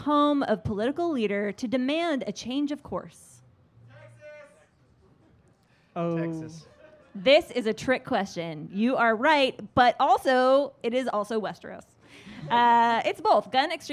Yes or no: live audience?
yes